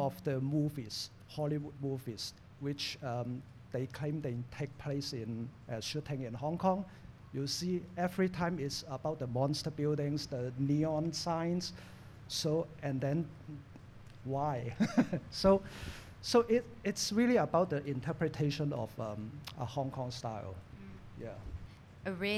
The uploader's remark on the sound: Recorded before a live audience at the Lasvit Lounge.